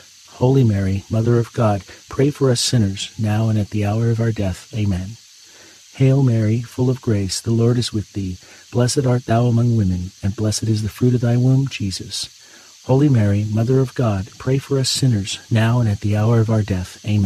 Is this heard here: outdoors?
yes